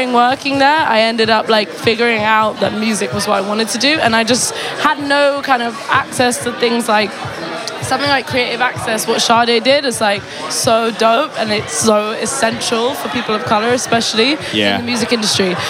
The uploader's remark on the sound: Recorded on August 28th, 2018 at Kinfolk 90 in Brooklyn, NY. Basslines & Banter is a visual podcast that is recorded live at the party which shares the same name.